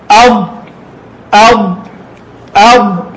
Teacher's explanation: تحتاج إلى أن يرتفع اللسان لأعلى من الخلف، أقصى اللسان، وإلا طلعت أد الآن تخرج من هنا من حافة، لكن لم تعطيها استعلاءها ولا استطالتها، فتخرج ضعيفة لا تشبه صوت الضاد في شيء.